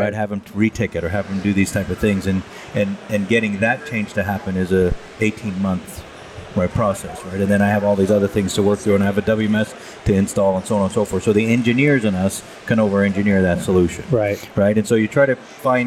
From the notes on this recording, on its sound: On location at MODEX 2022